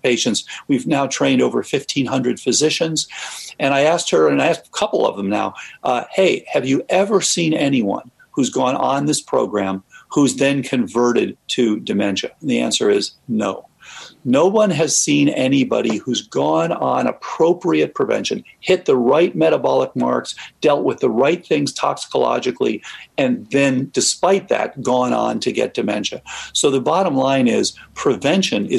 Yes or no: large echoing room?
no